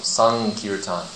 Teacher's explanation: it's not a hard M, but it's a nasal